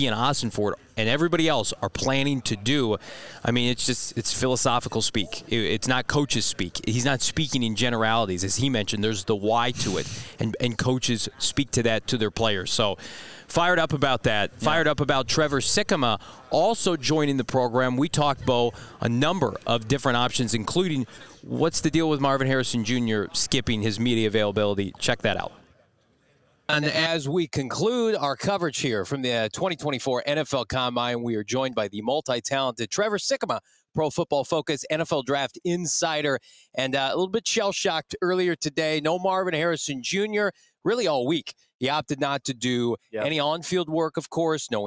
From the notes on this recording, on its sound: LIVE from the NFL Combine!